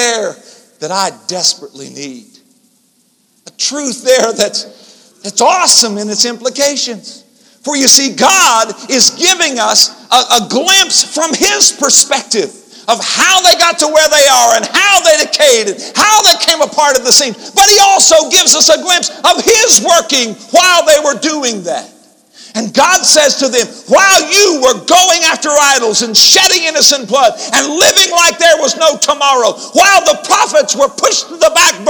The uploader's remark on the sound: InterChurch Holiness Convention Dayton Convention Center Dayton, Ohio 1994